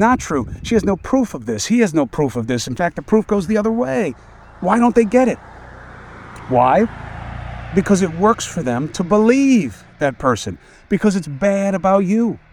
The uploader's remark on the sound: Walk and Talk